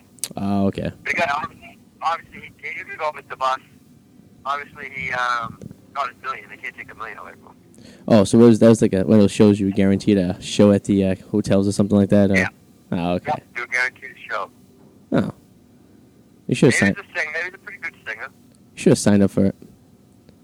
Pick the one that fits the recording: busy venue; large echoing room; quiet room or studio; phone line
phone line